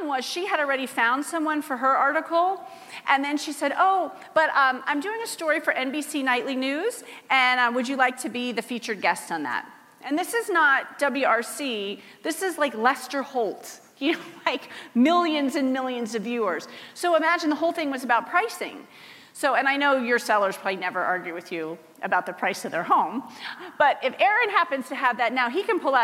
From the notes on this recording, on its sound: Teaches the audience at the HyperFast Sales Summit how to get PR famous.